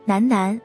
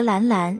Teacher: N 鼻子有震动， L 没有。